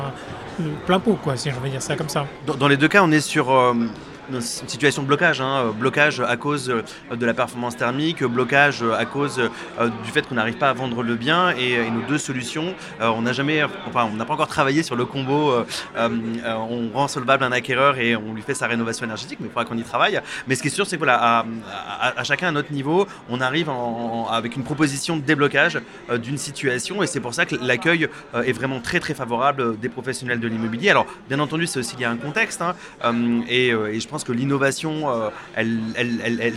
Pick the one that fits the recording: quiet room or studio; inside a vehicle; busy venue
busy venue